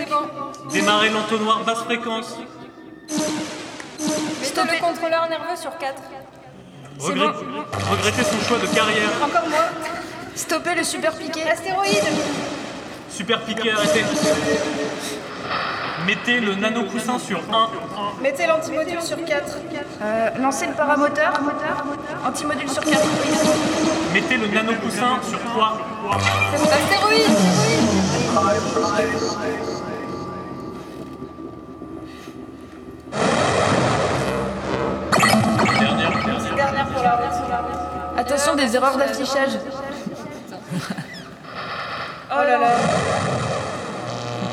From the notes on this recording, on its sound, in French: L'émission a été mixée et diffusée en public depuis La Bibliothèque Méjanes à Aix-en-Provence.